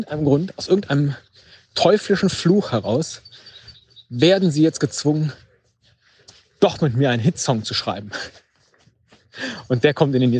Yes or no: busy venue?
no